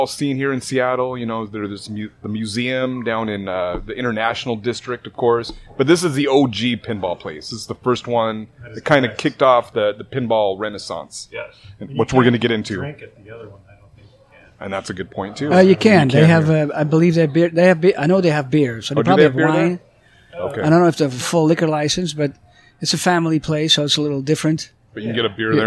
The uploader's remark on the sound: Shorty's Coney Island is way more than a dive bar, it's a true Seattle institution. Recorded live at Shorty's Coney Island.